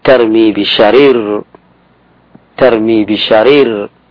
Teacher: وهذه الراء الأولى مفتوحة وبعدها راء مكسورة، فيجوز أو تمال فتحة الراء الأولى